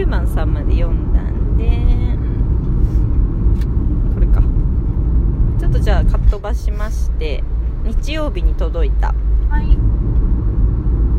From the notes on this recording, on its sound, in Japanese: 春になったらお出かけ収録！